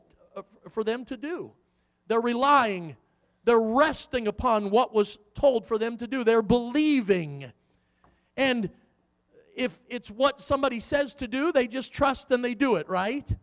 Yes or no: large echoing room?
yes